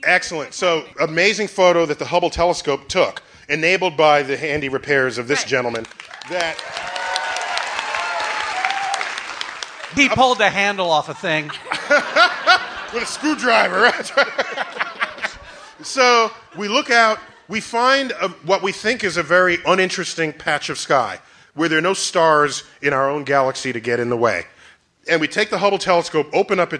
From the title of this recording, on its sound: Live at the Bell House